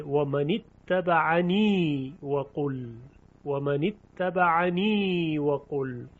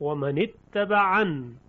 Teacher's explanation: حالا در روایت شعبه اینطوری خونده میشه و من اتبعنی و قل و من اتبعنی و قل، یعنی در حالت وصل این یا خونده میشه، اما در وقف و من اتبعن یا ساقط میشه و در تلفظ خونده نمیشه